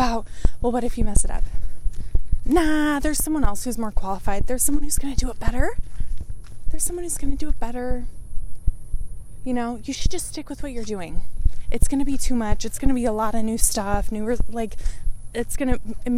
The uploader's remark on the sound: I recorded this while walking & the audio on this one is not the best quality.